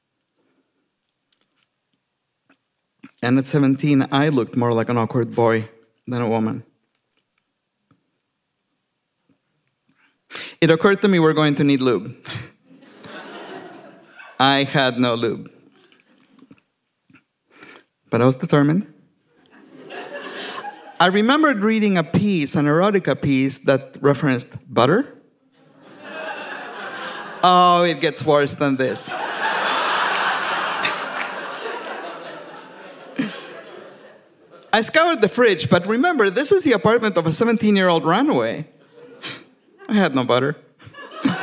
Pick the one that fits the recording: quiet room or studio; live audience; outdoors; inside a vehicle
live audience